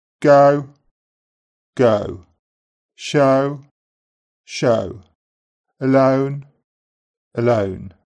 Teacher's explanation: Brummies tend to start O with the tongue back and the mouth more open.